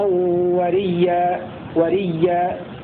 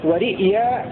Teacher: بإبدال همزة رئيا ياء ساكنة ثم إدغام الياء الأولى في الثانية · Shown in: first take · في الياء الثانية المبدلة من الهمزة، فتصير أحسن أساسا وريا، وريا، هكذا يروي كل من قالون وابن ذكوان، وابن ذكوان.